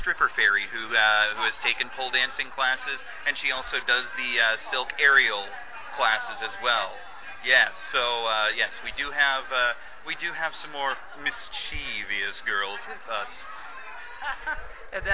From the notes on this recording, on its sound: We talked to the fae folk at Whimsy Garden out at Keen Halloween this past weekend. THIS SHOW IS NOT LIVE - HOWEVER, WAS RECORDED LIVE.